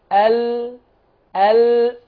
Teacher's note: أنا بخبط في اللحم اللي فوق الأسنان، اطلع فوق أسنانك، فاكرين كنا بنسميها اللثة. · اللام تخرج من أدنى الحافة إلى منتهى الطرف، من أدنى الحافة إلى منتهى الطرف، مع ما يحاذيهما من لثة الثنايا العليا